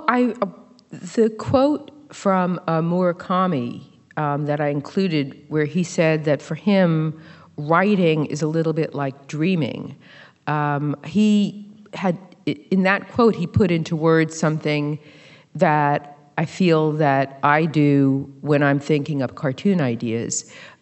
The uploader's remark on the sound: at the 2023 Portland Book Festival